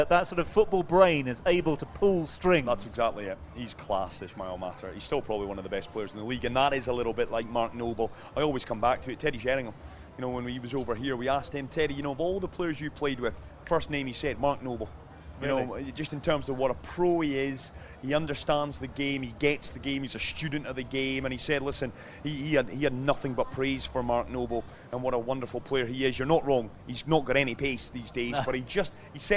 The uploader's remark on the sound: From our original home, Barasti